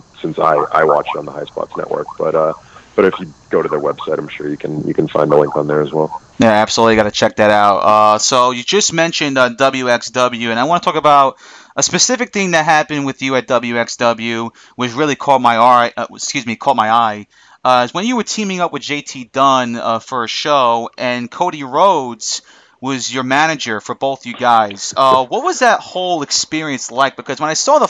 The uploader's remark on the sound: I was joined over the phone